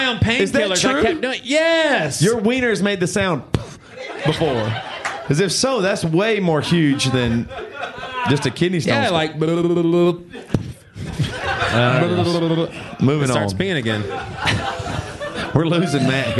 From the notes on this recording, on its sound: BC LIVE from Charleston, SC. The final episode in the BC LIVE series comes to you from Charleston, SC.